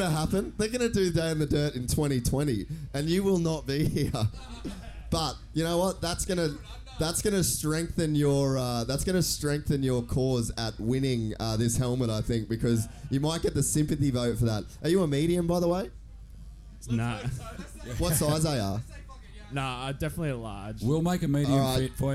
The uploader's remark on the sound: Another amazing Day in the Dirt Downunder has been and gone. This year we decided to take the Castor Couch and put on a live show for all of the Gypsy Gang in attendance!